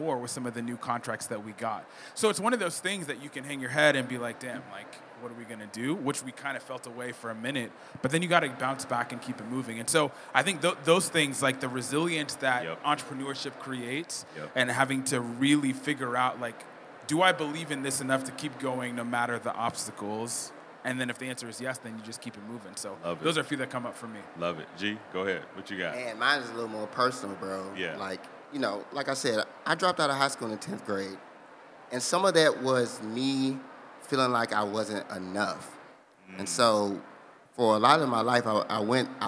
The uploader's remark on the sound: The 2022 AfroTech conference in Austin, TX provided a great environment for a conversation on what it's like to be African and American. Record this conversation live at the AfroTech Expo Hall Sound Bar.